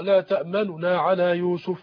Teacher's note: الإدغام ويبقى ننطق بنون خفيفة